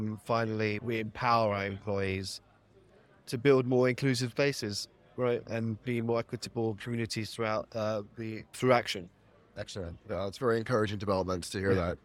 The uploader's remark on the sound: Joining live at the National Retail Federation's Big Show 2024